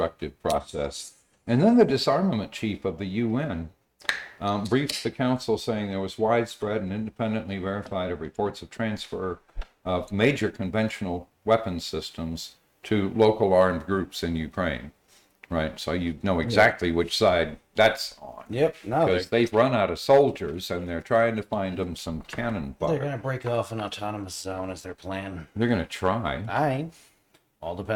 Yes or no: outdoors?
no